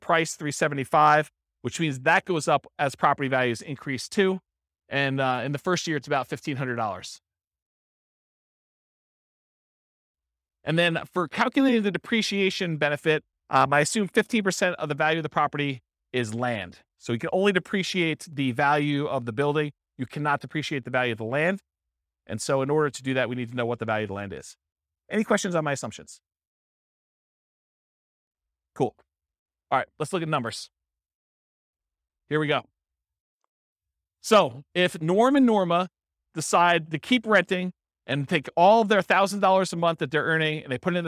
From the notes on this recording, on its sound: This was a live class recorded